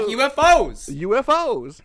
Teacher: I end my sentences like this: I come down and then up again.